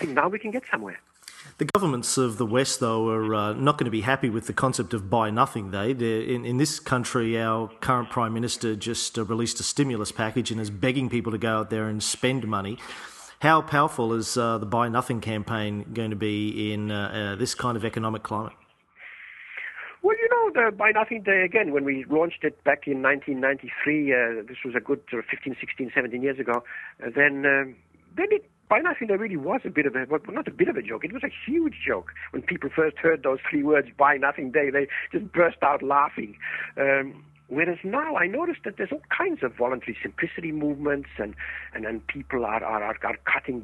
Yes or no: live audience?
no